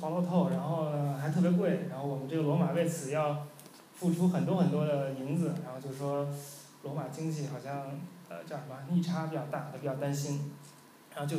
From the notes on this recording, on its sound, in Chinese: 10月11日大象沙龙第二期的录音